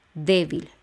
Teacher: Débil, termina con L, son dos sílabas y el acento va en la E, débil. La última sílaba sería vil y la penúltima va a ser d.